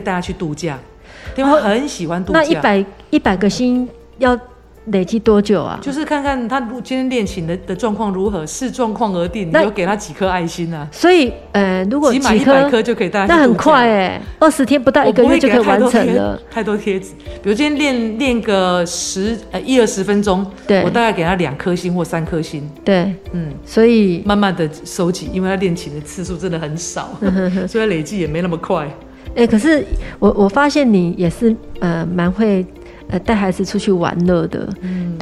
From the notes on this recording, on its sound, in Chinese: 錄音地點：瑪莉桃桃親子餐廳